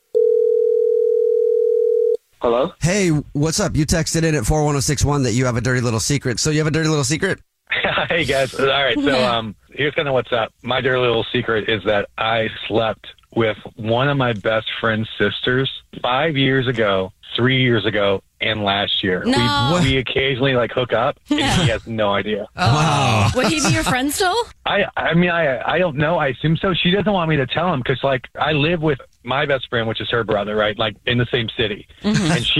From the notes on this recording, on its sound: The guy on the phone